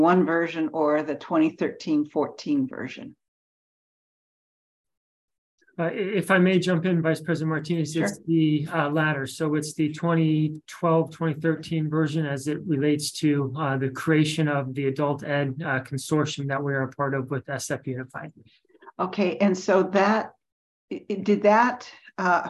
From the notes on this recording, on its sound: Board Budget and Audit Committee Meeting (originally on Zoom).